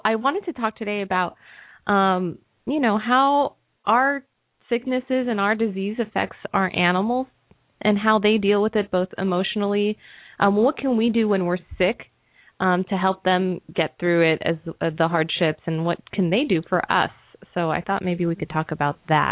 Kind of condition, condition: link, phone line